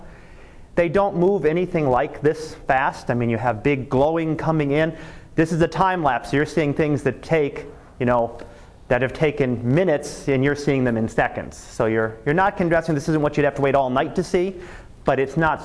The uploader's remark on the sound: Live Class Lecture